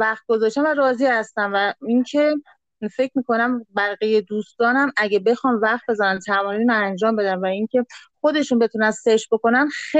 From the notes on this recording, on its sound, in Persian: جلسه پایانی چهارمین بوتکمپ دیجیتال مارکتینگ آکادمی اینفوگرام به مبحث پادکست اختصاص داده شد. این اپیزود به صورت زنده و آنلاین ضبط شده است و افراد حاضر در گفتگو در سه نقطه مختلف حضور داشتند.